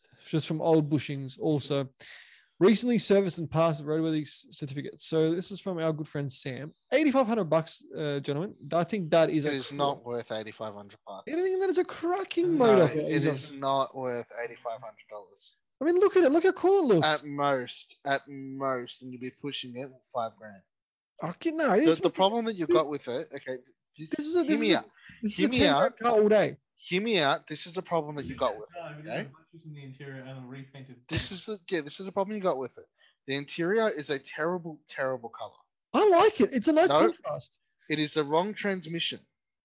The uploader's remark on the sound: we had technical issues this episode and the sound quality is off slightly